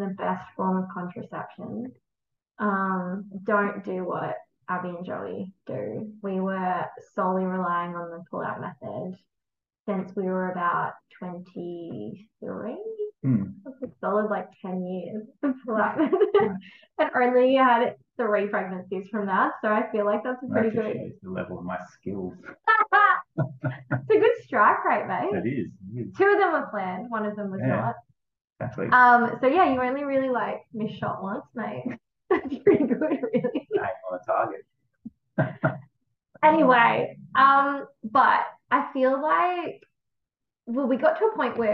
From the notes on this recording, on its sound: We had a few errors recording this and I apologise for the muffled audio due to the microphone not being connected properly!